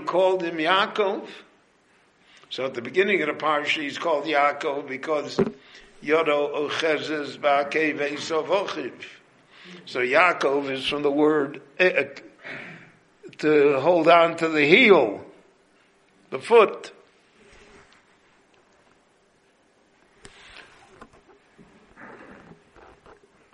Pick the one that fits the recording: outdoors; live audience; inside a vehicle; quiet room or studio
live audience